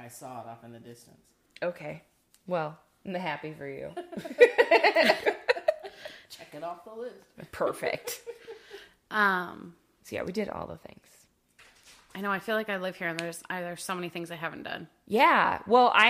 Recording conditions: sounds in the background